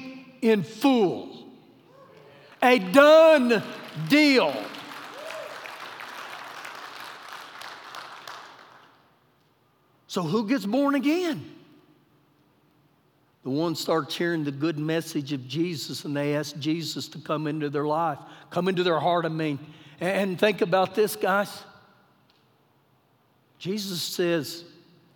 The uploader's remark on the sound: Recorded live during our Sunday morning service